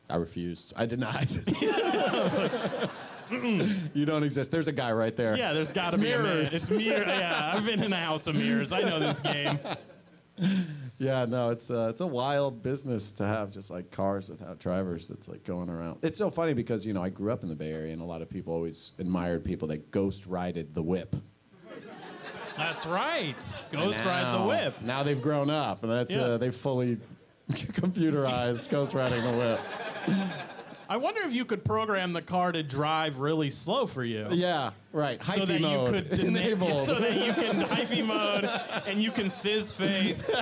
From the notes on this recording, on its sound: Live podcast gameshow at The Bus Stop in San Francisco!